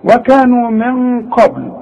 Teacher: نون بعدها قاف والقاف من حروف الاخفاء، هغن واخفي